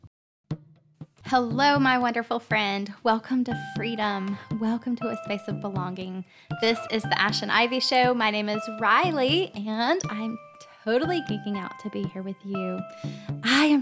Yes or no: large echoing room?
no